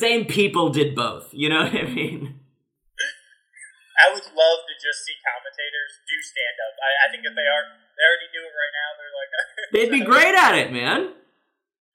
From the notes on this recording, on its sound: this episode's audio is a little funky